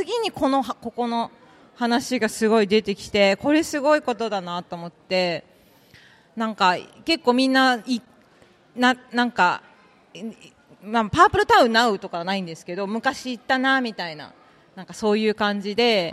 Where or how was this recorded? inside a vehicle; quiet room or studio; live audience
live audience